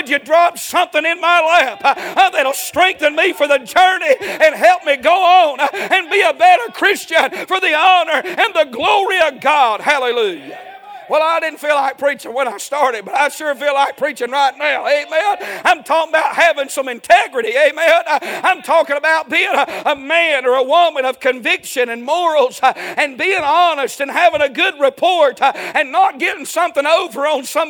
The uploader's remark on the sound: A sermon preached Sunday Evening, on May 14, 2023.